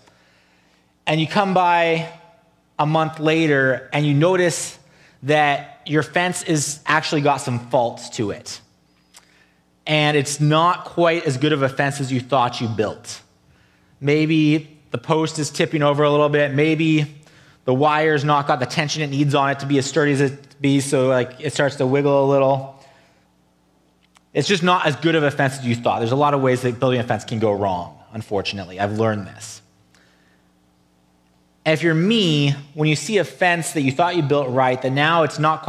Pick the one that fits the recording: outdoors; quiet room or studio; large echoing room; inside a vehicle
large echoing room